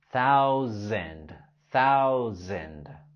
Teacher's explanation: En la palabra thousand, la letra S lo pronunciamos como Z